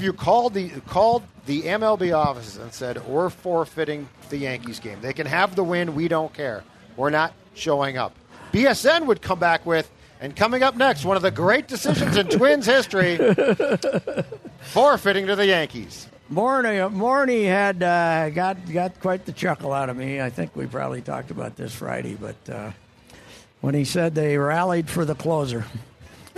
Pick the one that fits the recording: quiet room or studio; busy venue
busy venue